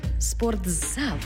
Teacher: У слові «спортзал» звук «т» переходить у звук «з»